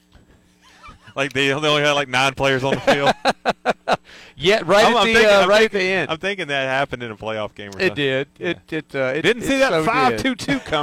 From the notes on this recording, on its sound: LIVE from Landscaoer's Supply